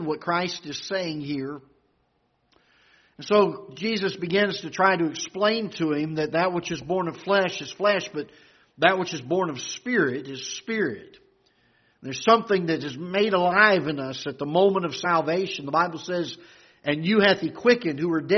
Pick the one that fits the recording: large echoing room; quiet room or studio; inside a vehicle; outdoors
large echoing room